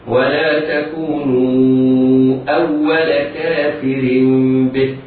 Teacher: في حال الوصل الراء مكسورة فحكمها الترقيق هكذا. ولا تكونوا أول كافر به، وإذا وقفنا عليها نقف عليها بالسكون هكذا.